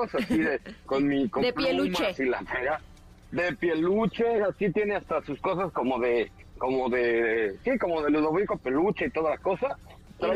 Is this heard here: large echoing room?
no